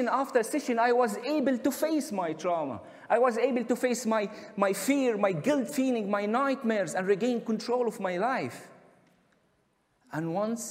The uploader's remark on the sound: recorded at the 2021 Oslo Freedom Forum